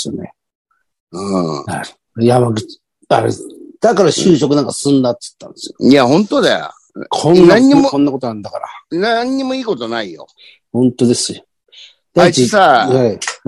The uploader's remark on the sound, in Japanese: ZOOMで収録